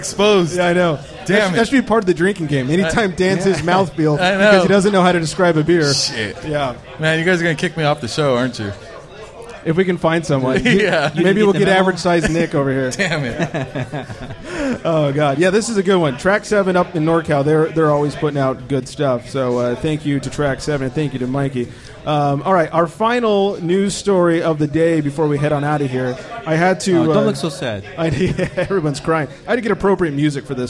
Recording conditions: busy venue